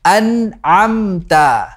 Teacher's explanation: The first is hamzah, an, and the second one is ayn, am. Be careful not to recite with qalqalah or bouncing sound at an'amta.